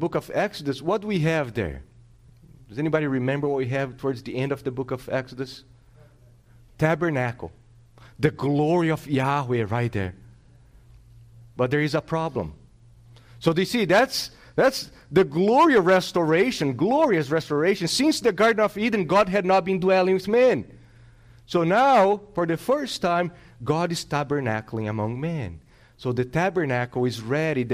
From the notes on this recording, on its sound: This sermon was preached on August 28th, 2022 at Salem Reformed Baptist.